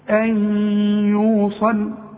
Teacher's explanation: ده ادغام، ادغام بغنة، وكأن الياء عليها شدة. شوف ان يوصل، شوف ان، واوعى تنسى الغنة بمقدار حركتين.